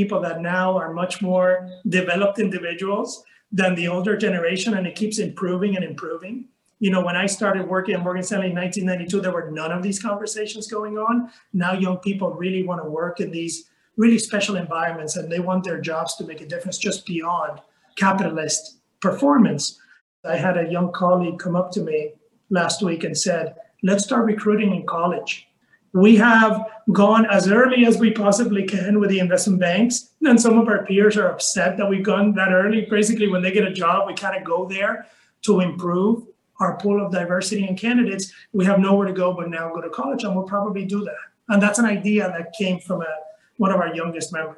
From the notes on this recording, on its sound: In a special conversation, originally hosted at ILPA’s Virtual Summit last fall